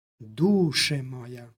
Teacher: upravo takvim dugosilaznim akcentom mi u stvari pravimo razliku između ovog oblika i oblika vokativa od imenice duh koji glasi duše.